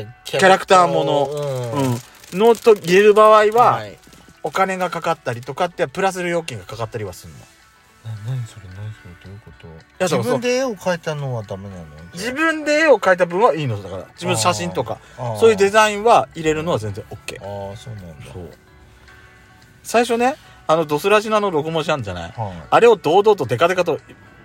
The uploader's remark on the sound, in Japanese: パーキング収録。